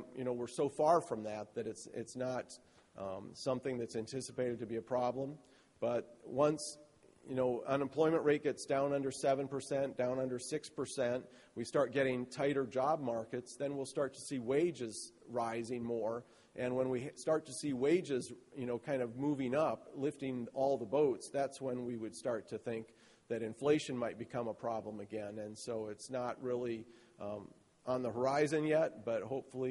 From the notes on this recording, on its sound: Spoke to attendees at the 2012 Paper Recycling Conference.